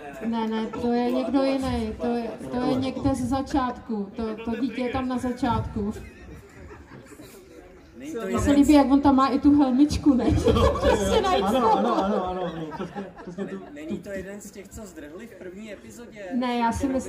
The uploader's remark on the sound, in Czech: který proběhnul před živým publikem na KoprConu 2022